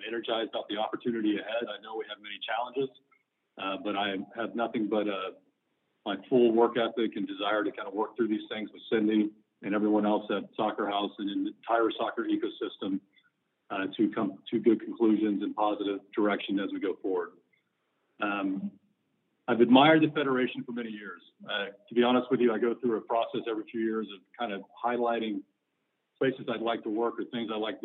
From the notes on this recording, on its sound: US Soccer Conference Call